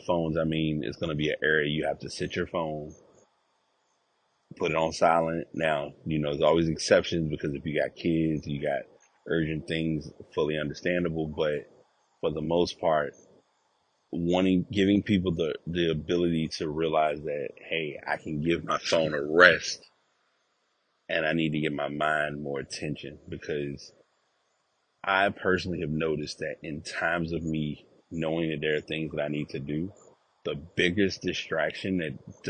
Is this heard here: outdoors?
yes